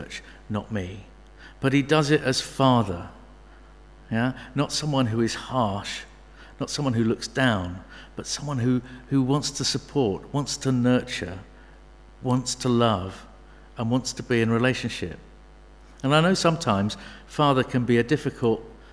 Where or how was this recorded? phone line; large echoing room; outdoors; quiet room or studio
large echoing room